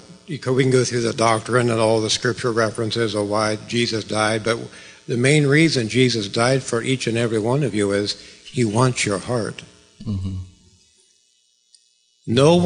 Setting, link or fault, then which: setting, large echoing room